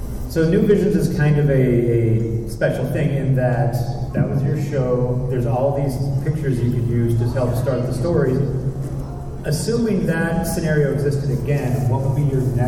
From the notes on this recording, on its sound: This special episode features a live recording